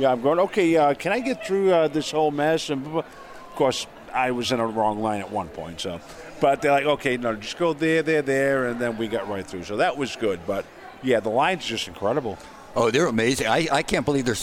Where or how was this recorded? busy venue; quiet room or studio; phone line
busy venue